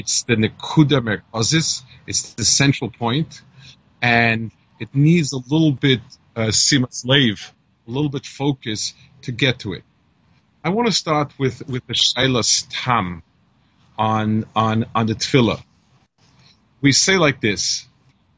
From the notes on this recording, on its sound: Melbourne Kollel by Skype